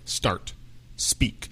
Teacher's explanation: En inglés nosotros no estamos poniendo ese sonido de E en frente de la S.